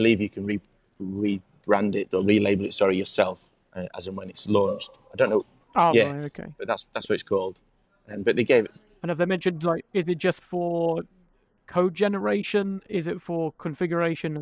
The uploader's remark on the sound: Live in Vegas...ish! We'll be going live at ServiceNow Knoweldge 23 event in Vegas.